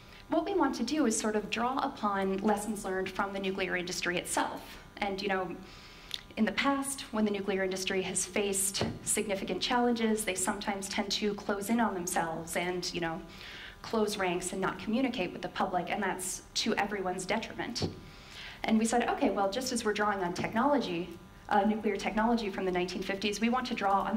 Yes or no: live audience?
yes